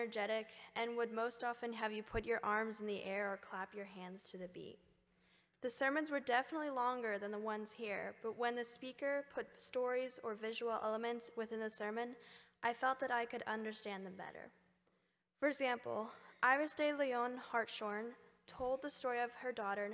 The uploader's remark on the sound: A collection of participants share reflections at a Park View Mennonite Sunday morning service.